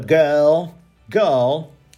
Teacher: no inglês mais britânico, ele tende a não ter esse R de porta